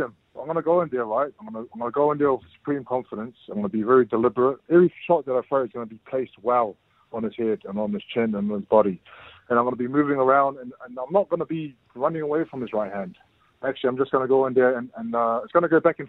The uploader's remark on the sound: Today we are joined on the phone.